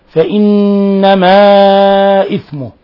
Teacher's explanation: نون مشددة تغني مقدار حركتين · Term: غنة